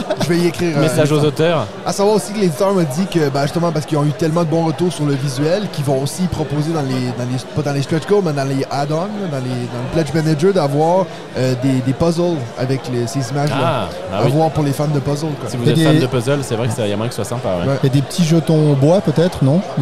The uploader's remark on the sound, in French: Enregistre en direct depuis le festival Ludesco.